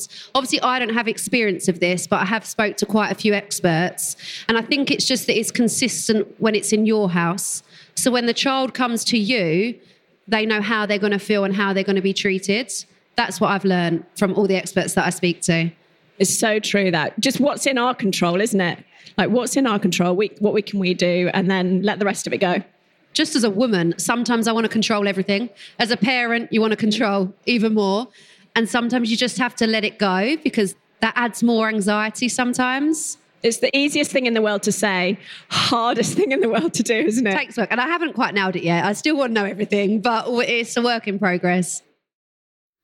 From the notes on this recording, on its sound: Recorded live at The Baby Show with Lidl GB. The Baby Show is the UK's largest and most popular pregnancy, baby and parenting event where Motherkind was the official podcast sponsor.